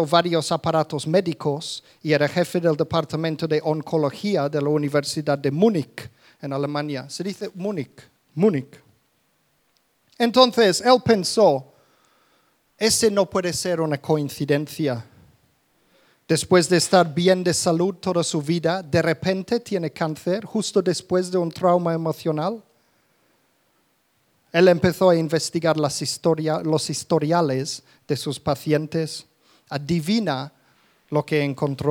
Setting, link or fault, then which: setting, live audience